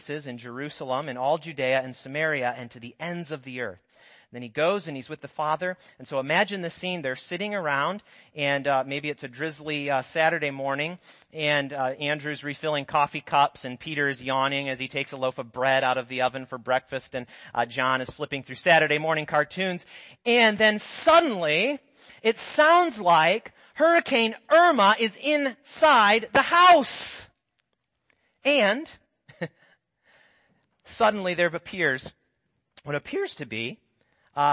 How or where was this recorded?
large echoing room